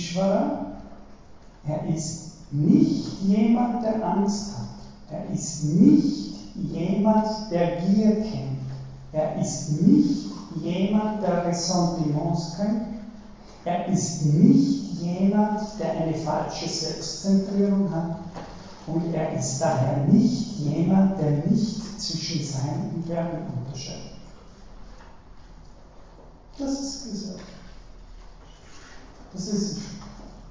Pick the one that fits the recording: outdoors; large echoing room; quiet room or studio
large echoing room